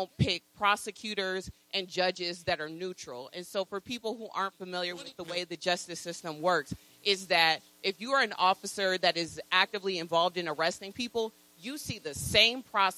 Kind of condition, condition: setting, busy venue